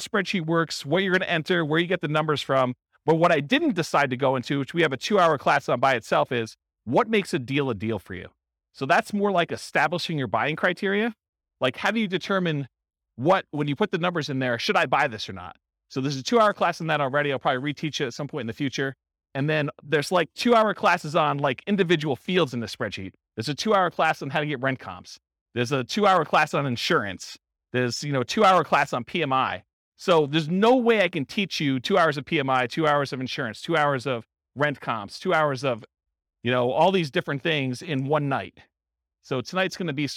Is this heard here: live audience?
yes